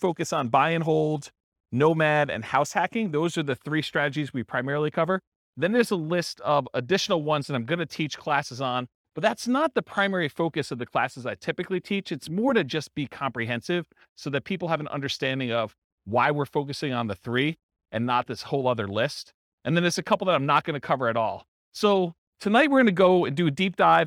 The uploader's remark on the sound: This was a live class recorded